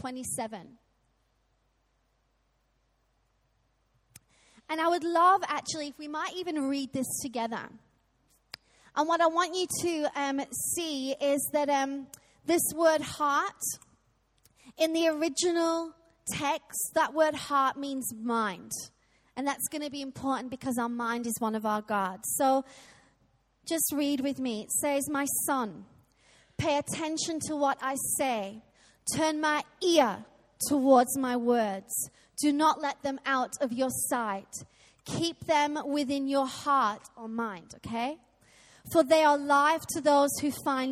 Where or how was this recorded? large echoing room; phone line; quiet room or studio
large echoing room